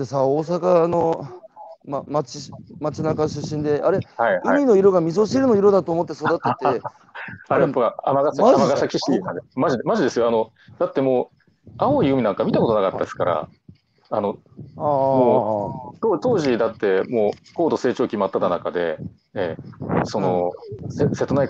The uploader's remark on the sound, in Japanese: 歩きながら1時間、対談する